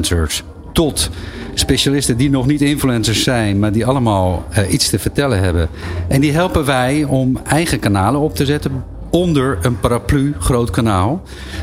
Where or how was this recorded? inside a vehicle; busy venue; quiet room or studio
busy venue